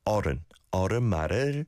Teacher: There's no dark L in the back of your throat. It's at the front. It's very light. · Term: leal